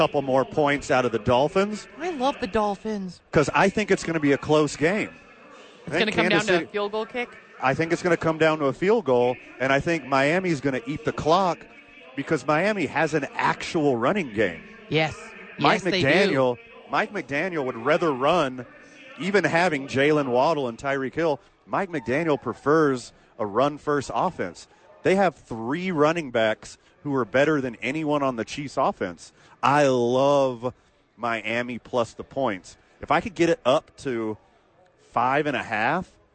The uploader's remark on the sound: live at Rio Rancho Event Center!